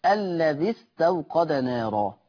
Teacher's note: يبقى ما اقولش الذي استوقد، اقول الذي استوقد نارا، فتحذف الياء طالما نجي بعد منها همزة وصل · Term: حذف حرف المد